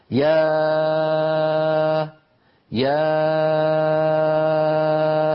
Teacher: تخرج الألف بانفتاح الفم ويكون اللسان في وضع الراحة مع اهتزاز الأوتار الصوتية في الحنجرة